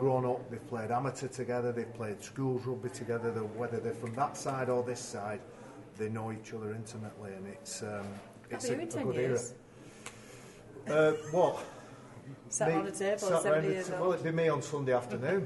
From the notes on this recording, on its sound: We were live at Headingley